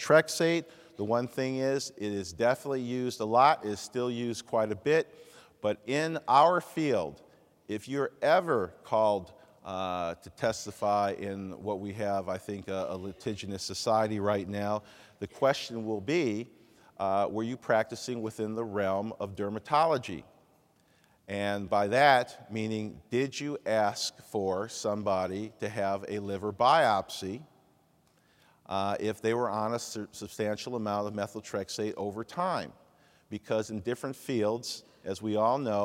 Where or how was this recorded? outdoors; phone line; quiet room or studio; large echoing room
large echoing room